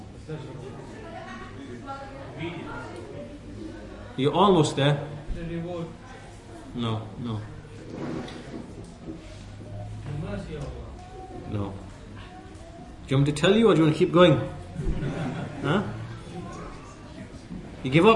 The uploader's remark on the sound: at the Leeds, The Correct Path conference